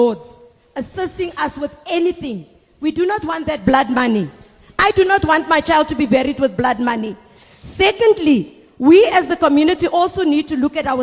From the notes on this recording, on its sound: We were broadcasting to you live from the Don Mateman Hall in Eldorado Park, Johannesburg.